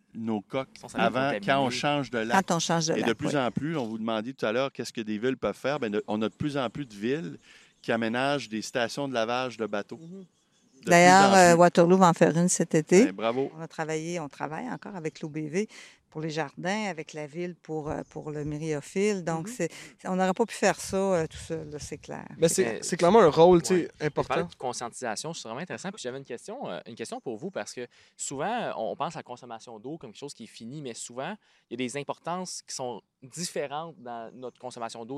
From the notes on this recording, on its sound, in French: enregistré à l'extérieur, devant le Lac Waterloo